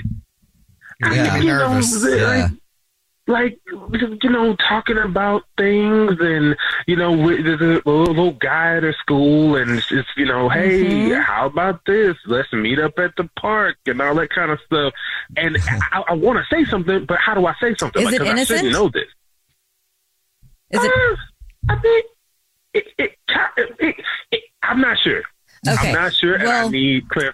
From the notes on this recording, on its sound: There is a guy on the phone who texted in that he has a Dirty Little Secret and we are calling him back to hear his Dirty Little Secret.